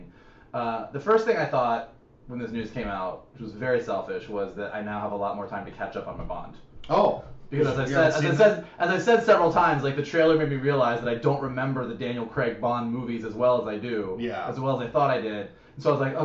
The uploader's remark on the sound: HAD TO USE THE CAMERA AUDIO INSTEAD OF OUR MICS AUDIO, THE H6 AUDIO WAS DAMAGED.